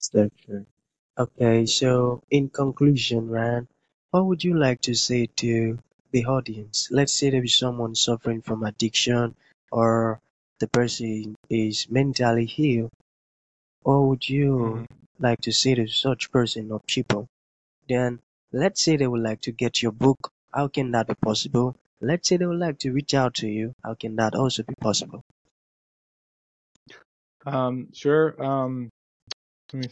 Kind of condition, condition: fault, drop-outs